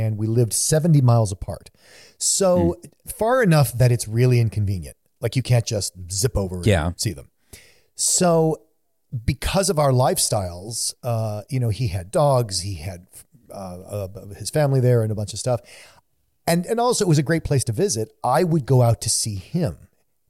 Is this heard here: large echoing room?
no